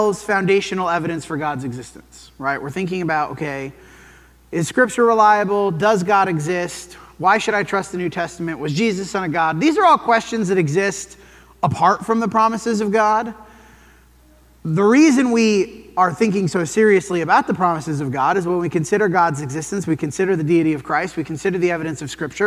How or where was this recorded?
large echoing room